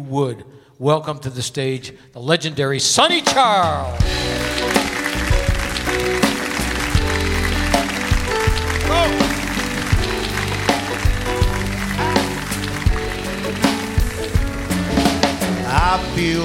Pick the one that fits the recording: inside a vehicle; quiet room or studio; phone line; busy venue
busy venue